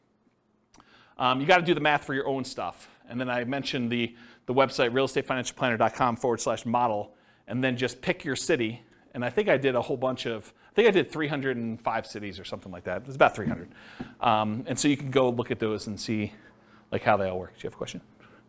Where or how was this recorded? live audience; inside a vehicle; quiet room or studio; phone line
live audience